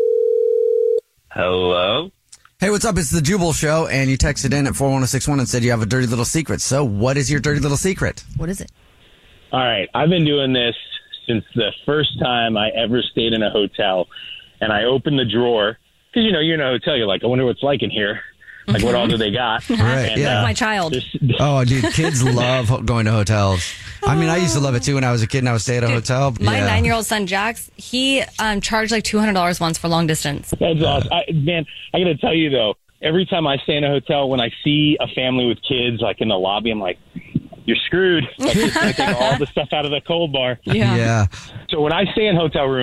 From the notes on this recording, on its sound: The caller on the phone.